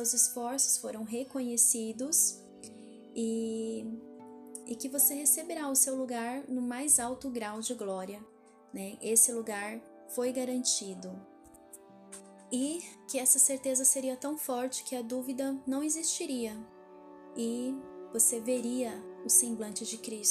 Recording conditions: background noise